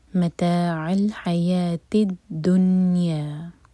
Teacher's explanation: نون پر سکون ہے تو نون کو صرف ٹچ کریں گے، یہاں پر اظہار ہے نون پر. دنیا تو نہ تو دنیا کہیں گے اور نہ ہی نون کے نیچے کسرہ کی آواز آنی چاہیے، جیسے ہم اردو میں دنیا بولتے ہیں ایسے نہیں بولنا.